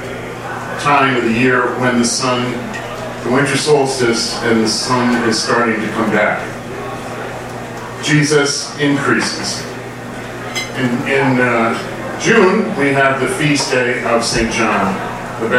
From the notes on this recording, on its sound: Arlington TOT is held on the 2nd Monday of each month at O'Sullivan's Irish Pub located at 3207 Washington Blvd., in Arlington, VA, across from St.